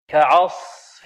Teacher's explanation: مرقة والصاد ماذا مفخمة وهي من حروف ماذا صاد تفخيم خص تفخيم بدون ضم الشفتين كعصف لأننا لا نضم الشفتين إلا مع الواو أو الحرف المضموم